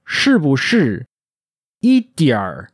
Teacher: The people's language in China is spoken a little farther back and makes more use of the R sound. It sounds a little more like this, 是不是, 一点儿.